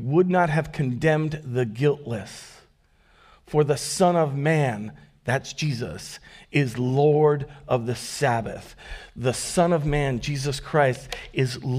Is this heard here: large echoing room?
yes